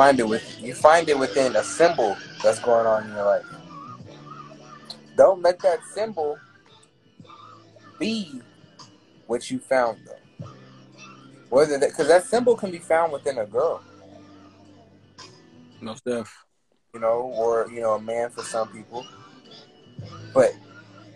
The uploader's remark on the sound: This episode was done Instagram live